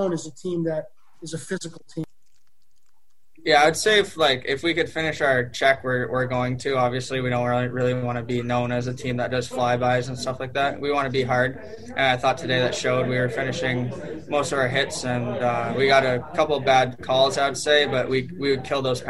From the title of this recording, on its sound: Postgame Zoom